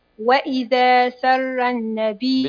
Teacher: الهمزة تنقل حركتها إلى الذال وتحرك بالفتح، ثم تحذف الهمزة وتنطق ذال مفتوحة بعدها سين · Term: النقل